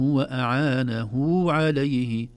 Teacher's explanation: أعانه كأنها هاء وبعدها واو، هذه يسمونها هاء الصلة